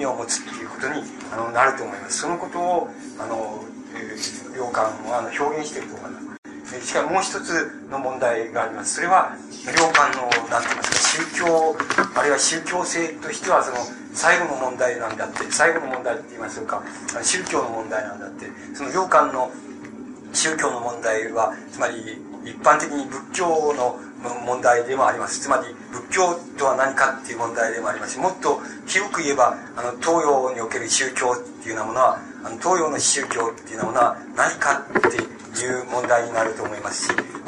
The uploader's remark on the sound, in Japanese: 場所：新潟県三島郡出雲崎町・光照寺。良寛が剃髪を行った寺院である 新潟県の光照寺で行われた講演。音源は主催者提供。周辺ノイズが入るがクリア。質疑応答はオフマイク。テープチェンジで欠けた部分を 別のテープで埋め合わせているため 音質が変わる個所がある。